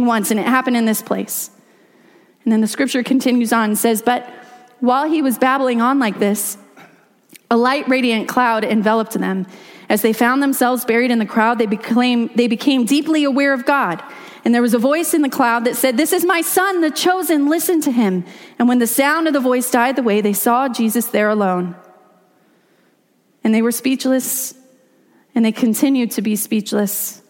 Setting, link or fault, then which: setting, large echoing room